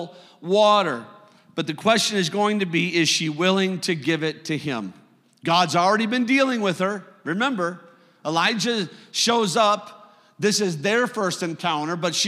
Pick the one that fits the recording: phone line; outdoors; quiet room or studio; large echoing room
large echoing room